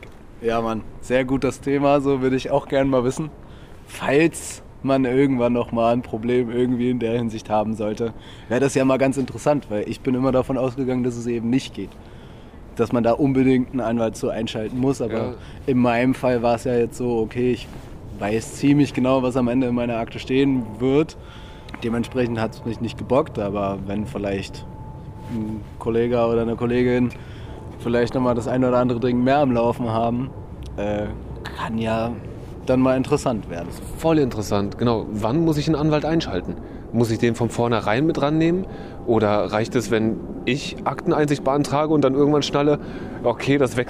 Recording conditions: outdoors